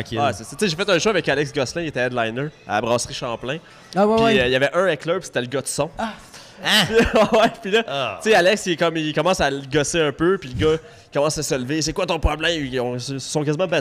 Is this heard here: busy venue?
yes